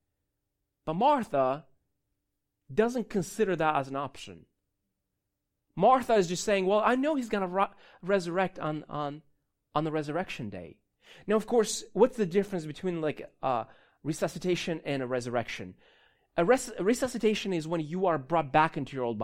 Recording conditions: large echoing room